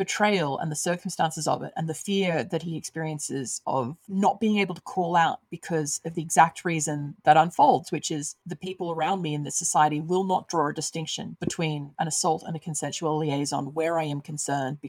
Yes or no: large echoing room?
no